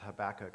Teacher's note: you pronounce the second syllable, emphasize the second